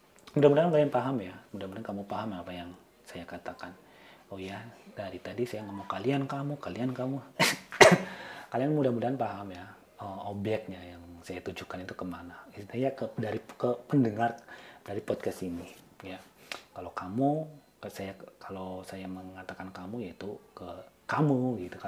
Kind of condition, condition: fault, background noise